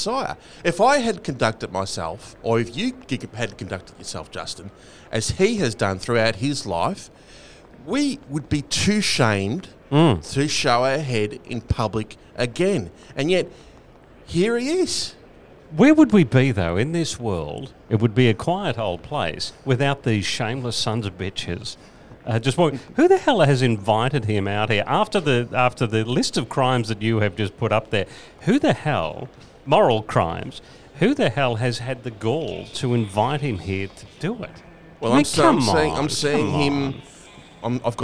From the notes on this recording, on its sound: live from the Chairman’s Lounge Carlton